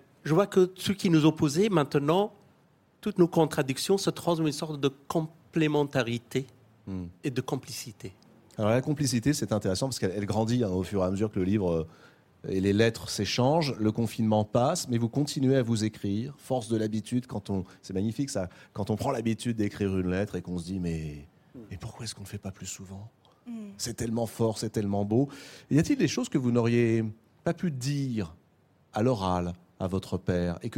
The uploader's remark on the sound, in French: une nouvelle émission depuis le Festival de Cannes